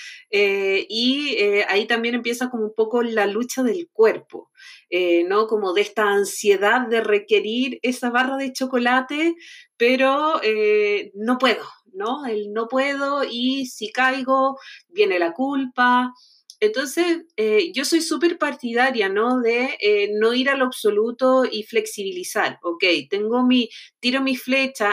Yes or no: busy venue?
no